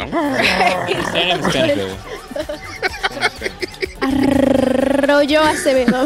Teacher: the rolled R that doesn't stop. We're just like Arroyo Acevedo.